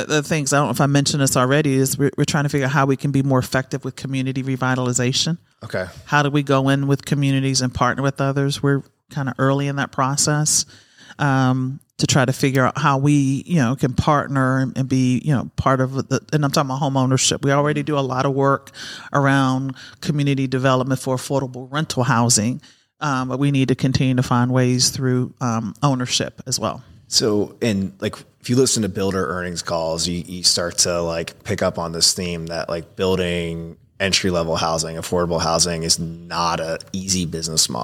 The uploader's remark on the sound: during our HousingWire Annual event